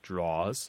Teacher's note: the word drawer pronounced as if there's no last syllable there